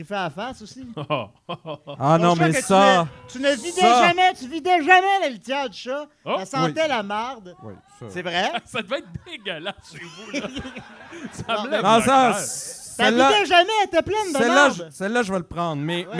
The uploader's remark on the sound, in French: Live au O Patro Vys